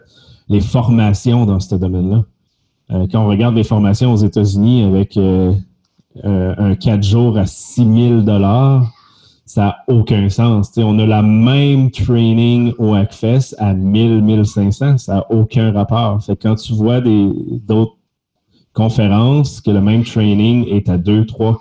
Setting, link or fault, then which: link, video call